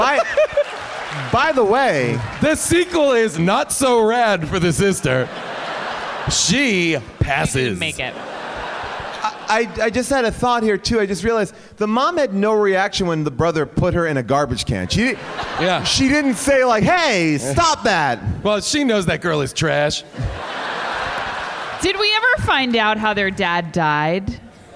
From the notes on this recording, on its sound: Live from Onion Fest in Chicago